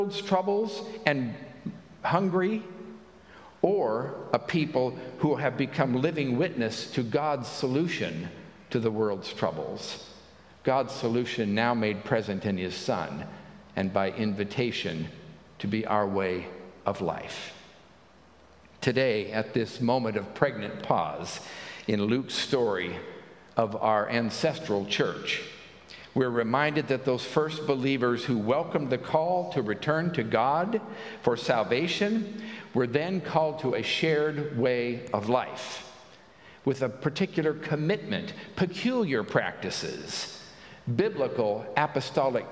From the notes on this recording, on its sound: At Pender UMC Traditional Worship.